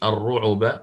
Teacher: ثم سنلقي، نعم أبحر مثلما ذكرناها من قبل مرارا وتكرارا، سنلقي في قلوب الذين كفروا، هنا يقرأ الإمام الكسائي الرعب، وهذا من بين الفرشيات فقط أنبه عليها، عوضا عن تسكين العين فهو يضم